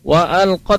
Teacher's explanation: pada saat ta yang sukun itu tidak boleh dipantulkan karena itu sebenarnya tawalud kaidah dalam tajwidnya ya.